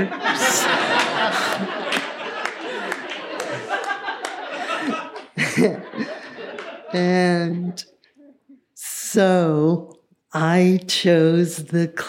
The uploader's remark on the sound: this story was recorded at Buntport Theater in November 2017